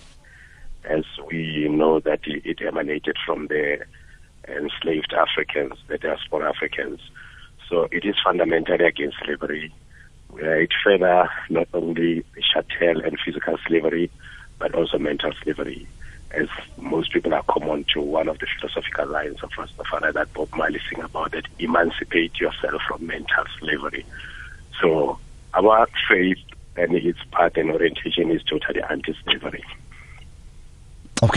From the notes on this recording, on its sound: Guest on the phone